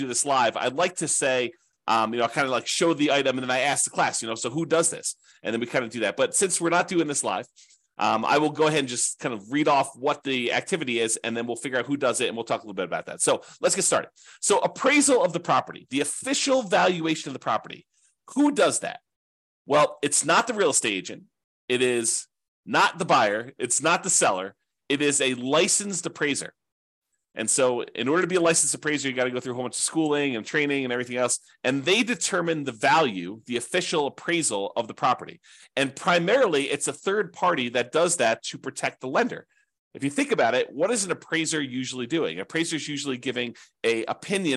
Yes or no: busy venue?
no